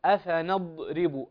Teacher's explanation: حقق الاستطالة بلا قلقلة